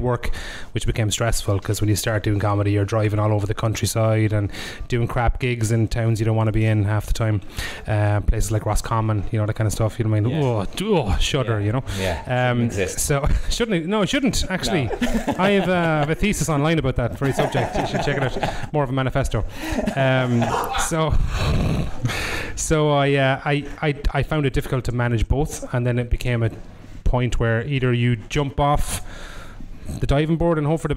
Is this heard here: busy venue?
yes